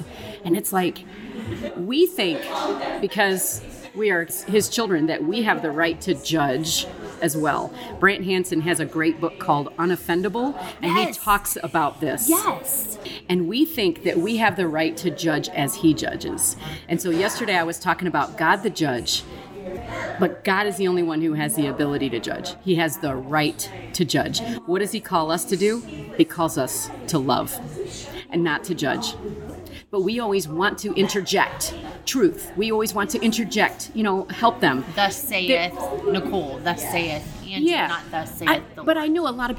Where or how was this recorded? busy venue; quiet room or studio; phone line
busy venue